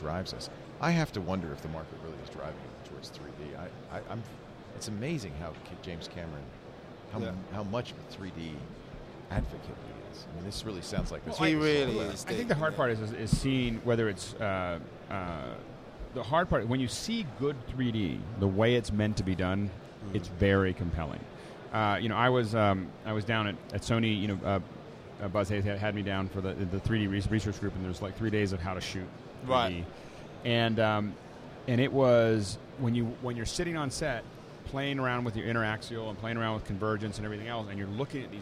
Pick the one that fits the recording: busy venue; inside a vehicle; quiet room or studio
busy venue